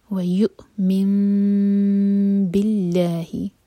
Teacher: یو من، اب میم کے بعد جو نون ہے اس کے بعد ہے با، تو جب بھی نون کے بعد اس طرح با آتا ہے، ایم ٹی نون کے بعد با آتا ہے، تو یہ میم میں بدل جاتا ہے. نون کا میم میں بدلنا اقلاب ہے، تو ہم نون نہیں پڑھیں گے، میم پڑھیں گے، اور میم کو ایسے ادا کریں گے کہ ہوٹوں کو ٹائٹ بند نہیں کریں گے، اور دو سیکنڈس کا ٹائم دیں گے. · اللہ تعالیٰ کے نام میں جو لام ہے لام جلالہ، یہاں پر لائٹ پڑھا جائے گا